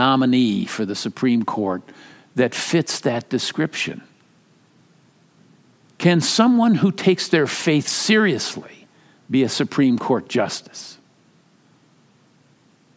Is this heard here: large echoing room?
yes